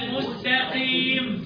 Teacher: قيم في اقل درجات التفخيم